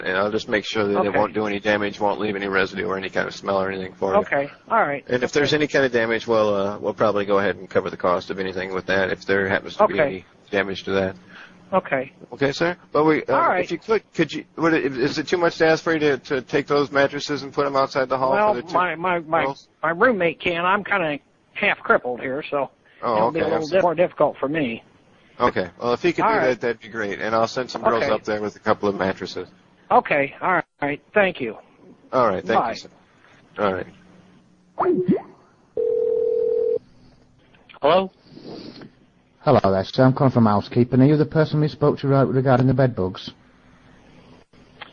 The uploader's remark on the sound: Prank Phone Calls